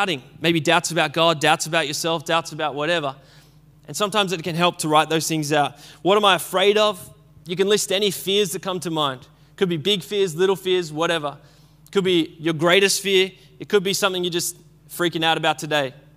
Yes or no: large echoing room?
yes